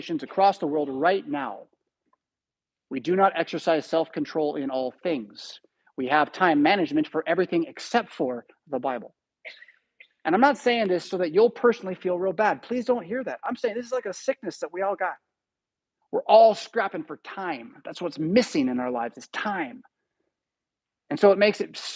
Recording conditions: large echoing room